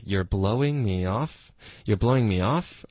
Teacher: Off 是主要的重音，其实，然后 blow 也可以加重音